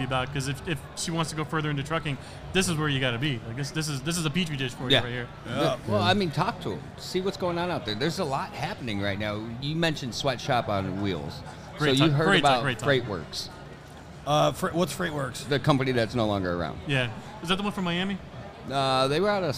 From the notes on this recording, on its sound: EPISODE 18: Live at MATS 2023. Sense Per Mile takes you to the Mid-America Trucking Show. Live-recorded episode from MATS!